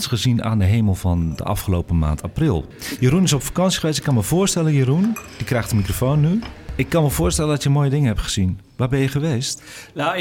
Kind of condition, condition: setting, busy venue